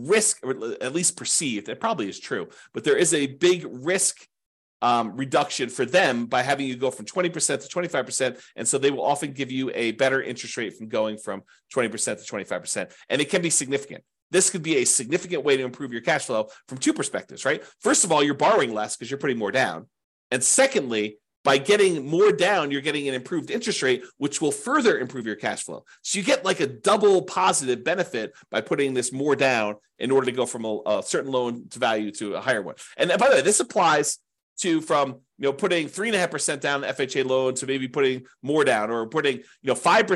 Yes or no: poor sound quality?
no